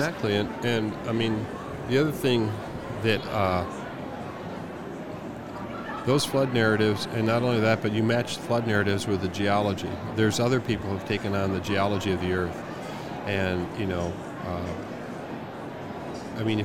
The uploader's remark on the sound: LIVE from NRB 2022!